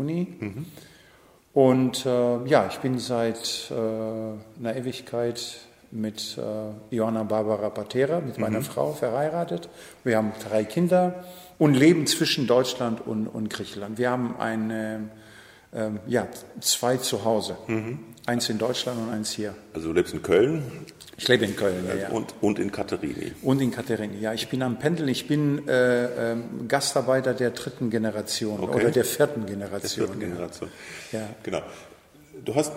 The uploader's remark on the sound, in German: Das Camp kann in diesem Ausnahme-Sommer tatsächlich stattfinden. In einem leerstehenden Lagerraum mit entsprechend viel Hall.